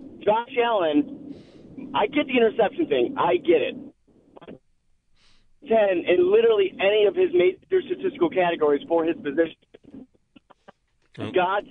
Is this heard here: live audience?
no